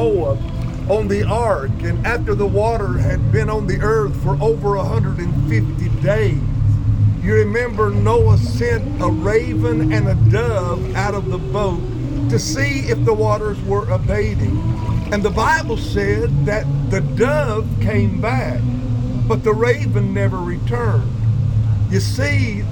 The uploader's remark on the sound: Live from the Jordan River